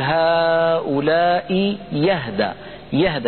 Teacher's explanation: نبدل الهمزة الثانية ياء مفتوحة من جنس حركة الهمزة الأولى · Term: الإبدال